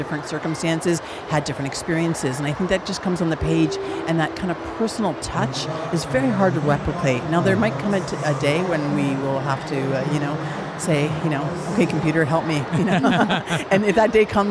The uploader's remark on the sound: Live from SIBF